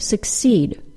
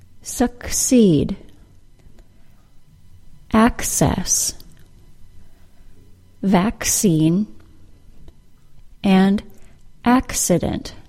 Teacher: the two C's are pronounced as the K sound followed by the S sound, as in the word succeed.